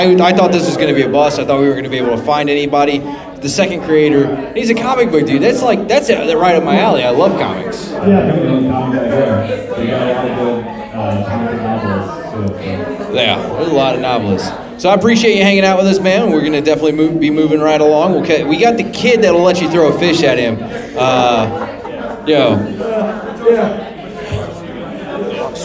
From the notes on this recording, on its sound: WARNING THE AUDIO OF THIS EPISODE IS NOT MIXED PROPERLY! We're live from Necronomicom 2022 in Tampa, FL!